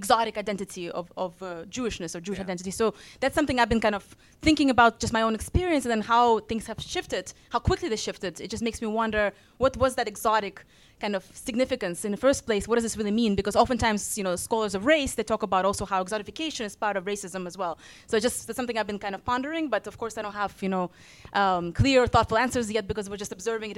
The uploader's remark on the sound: A live recording from New York on the eve of the 2023 NEXTChina Conference. This show is unedited to preserve the live feel!